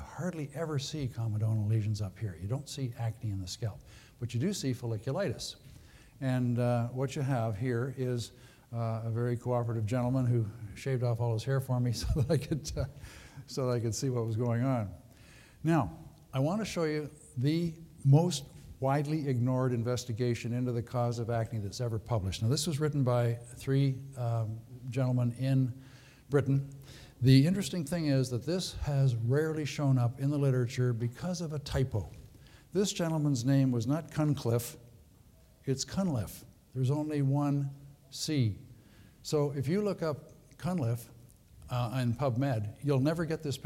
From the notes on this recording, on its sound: Recorded at the 2013 Summer SDPA Conference in St.